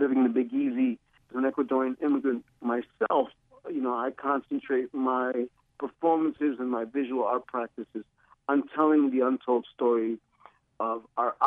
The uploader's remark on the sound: he joins us by phone